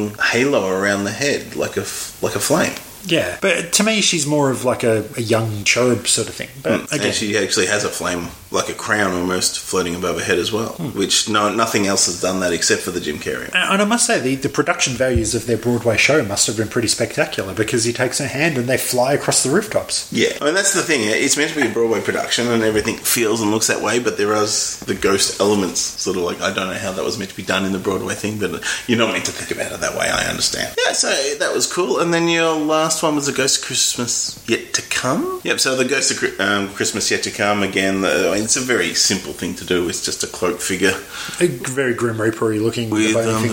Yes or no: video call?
no